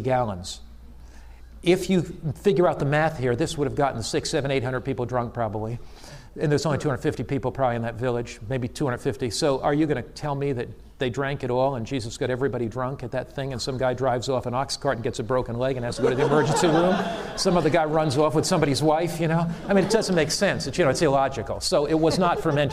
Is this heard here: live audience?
yes